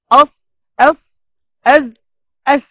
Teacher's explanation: طرف اللسان مع أطراف الثنايا السفلى مع وجود فرجة · Term: حروف الصفير